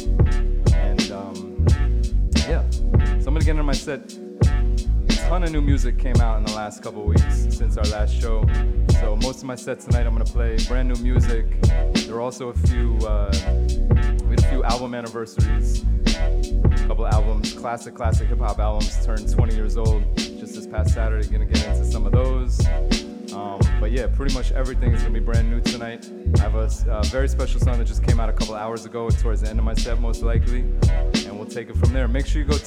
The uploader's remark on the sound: Originally broadcast live on October 4, 2018 from the storefront of Kinfolk 90 in Williamsburg, Brooklyn, New York City